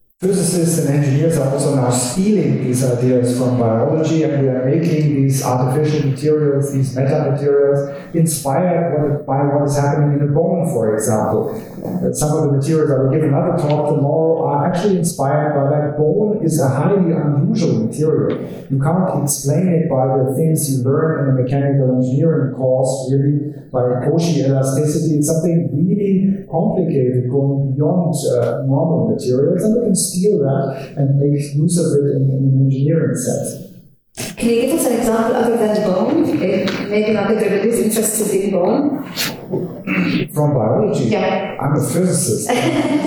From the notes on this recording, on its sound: The podcast was recorded from an event held on Tuesday 9 April, 2019 at the University of Sydney.